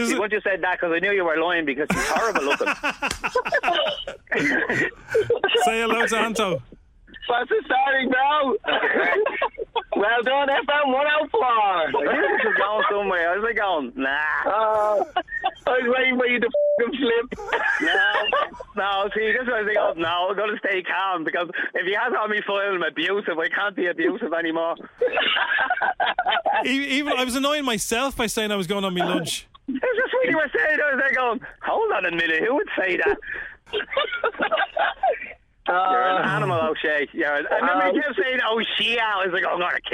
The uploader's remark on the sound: He called in for a chat!